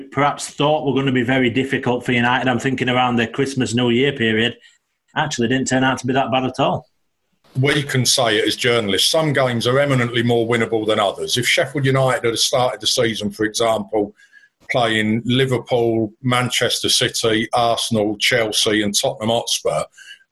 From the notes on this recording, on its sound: Apologies for any audio issues in this episode as social distancing guidelines mean we are still recording on a video conferencing site.